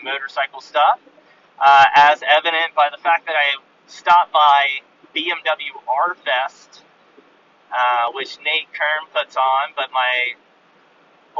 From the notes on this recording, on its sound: I lost all my unpublished podcast audio and all the video. Audio is terrible, iPhone mic.